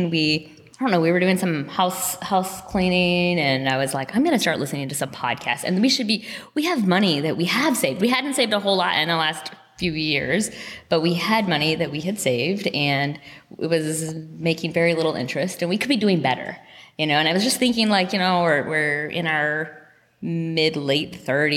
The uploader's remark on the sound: Live from CampFi Southeast. We did mini-interviews with a number of CampFi Southeast attendees.